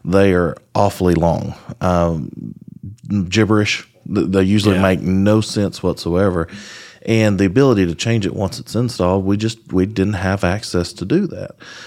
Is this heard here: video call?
no